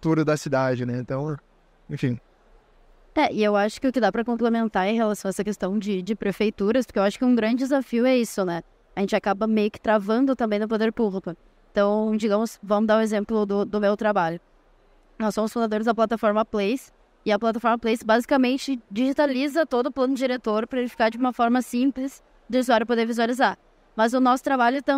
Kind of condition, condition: setting, busy venue